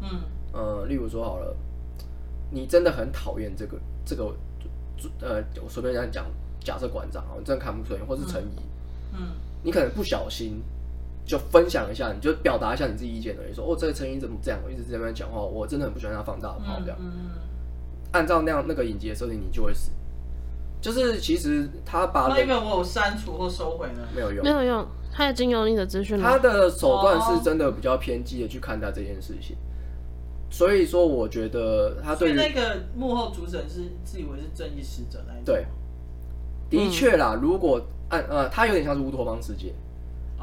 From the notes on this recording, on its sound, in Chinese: 這集還是有雜音請見諒